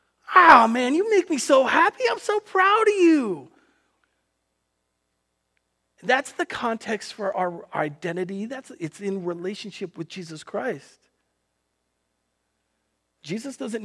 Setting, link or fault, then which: setting, large echoing room